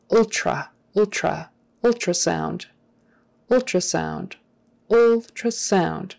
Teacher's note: Typically in regular conversation, people will turn that T into a CH kind of a thing.